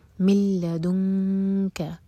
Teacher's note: یہ ہے ادغام بغیر غنہ کے، نون نہیں پڑھیں گے، میم کو لام سے جوڑیں گے